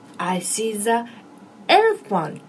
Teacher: 母音の時は「ジ」って言うんだね